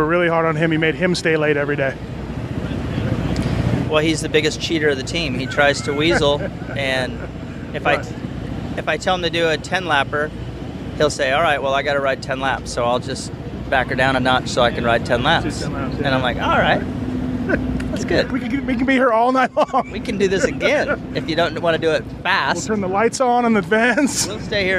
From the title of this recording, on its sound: Budds Creek 2013 Post-Race Interviews